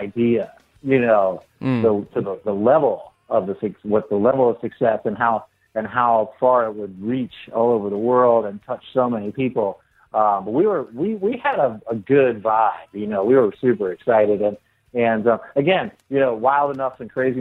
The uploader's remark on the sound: jumped on the phone